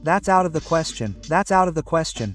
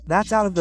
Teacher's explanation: the T in out becomes a soft Spanish R